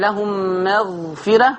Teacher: ترقيق راء مغفرة لا يؤثر على تفخيم الغين